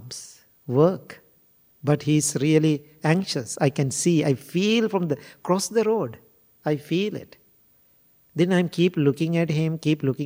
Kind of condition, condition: setting, large echoing room